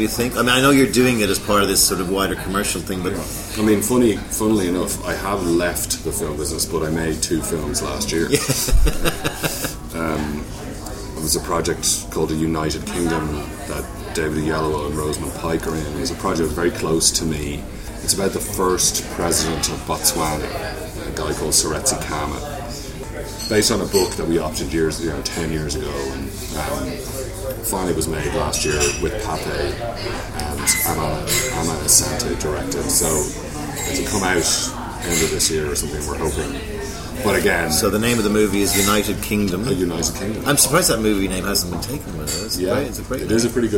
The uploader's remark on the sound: Recorded: A noisy wine bar in Cannes